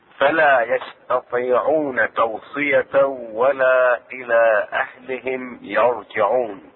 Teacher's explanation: تكون الراء ساكنة بعد فتحة. يرجعون تكون الراء مفخمة